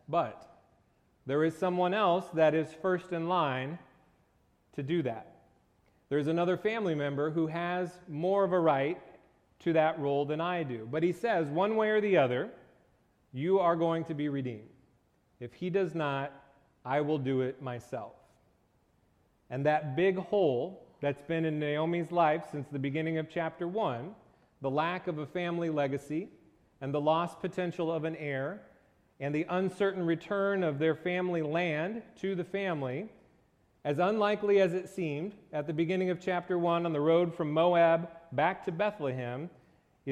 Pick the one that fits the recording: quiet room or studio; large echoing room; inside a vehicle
large echoing room